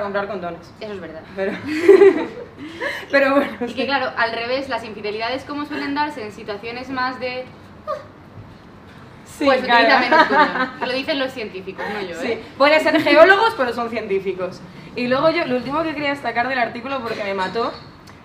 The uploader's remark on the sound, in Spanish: En directo para vosotras. Esperemos que lo disfrutéis tanto como lo hemos hecho nosotras encima del escenario.